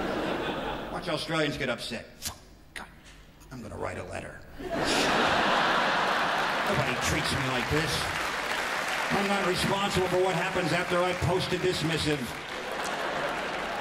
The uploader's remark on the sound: 2005 Melbourne International Comedy Festival Gala.